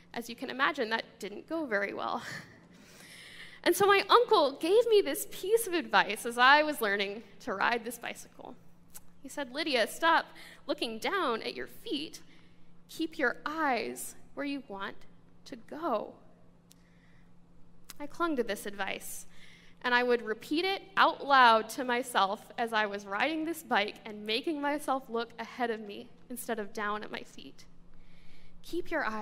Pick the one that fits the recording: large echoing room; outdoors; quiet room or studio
large echoing room